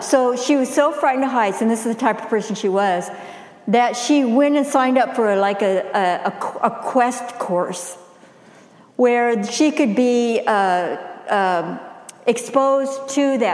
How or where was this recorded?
large echoing room